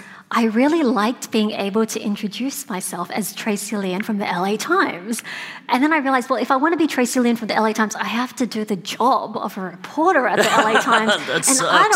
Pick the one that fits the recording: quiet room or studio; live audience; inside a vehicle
live audience